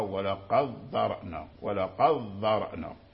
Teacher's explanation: أدغموا دال قد في ذال ذرأنا، فقرأ ولقد ذرأنا، ولقد ذرأنا، فأدخلوا الدال في الذال. · Term: الإدغام